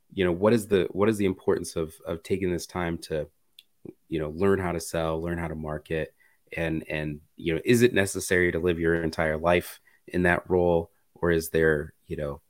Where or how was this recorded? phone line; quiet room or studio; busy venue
quiet room or studio